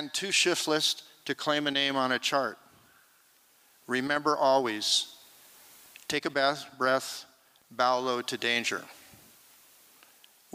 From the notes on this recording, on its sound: 2023 FPG-Liberty Theatre-Saturday Night-Fourth Set. This recording was made on Saturday, February 25th, 2023, at the Liberty Theatre in Astoria, OR as part of the FisherPoetry Archive Project.